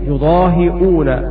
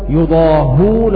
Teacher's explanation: بكسر الهاء وهمزة بعدها وواو مدية يضاهئون، وقرأ باقي القراء بحذف الهمزة وضم الهاء وبعدها واو يضاهون